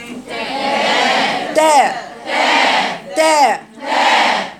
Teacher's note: حرف التاء مخرجه كما ذكرنا ظهر طرف اللسان مع اصول الثنايا العليا